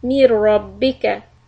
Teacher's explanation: the ra is idgham without ghunna.